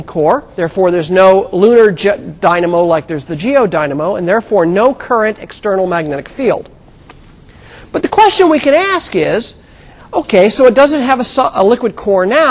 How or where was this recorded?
large echoing room